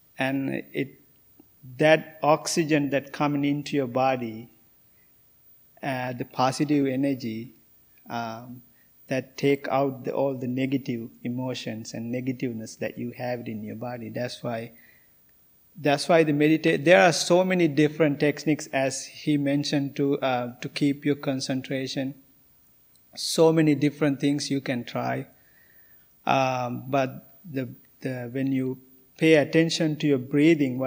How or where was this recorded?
large echoing room